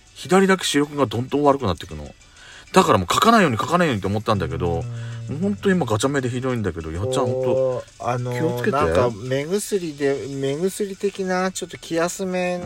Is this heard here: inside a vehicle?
yes